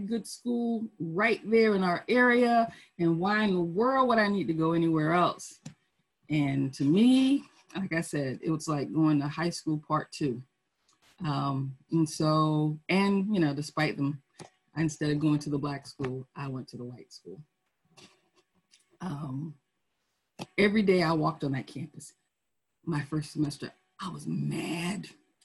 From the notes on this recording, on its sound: Our Zoom streamed service